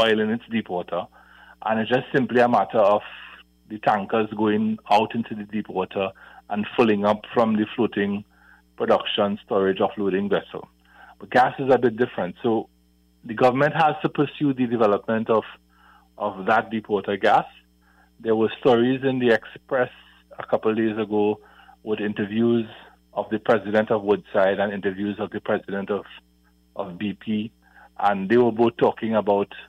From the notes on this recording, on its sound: During this hour we take calls from our audience